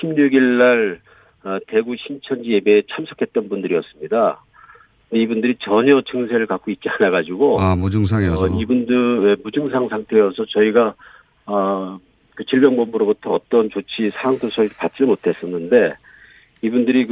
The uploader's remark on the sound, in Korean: 전화연결